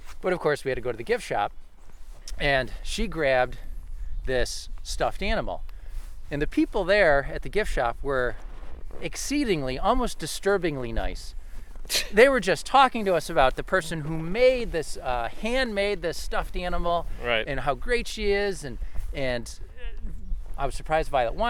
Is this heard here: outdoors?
yes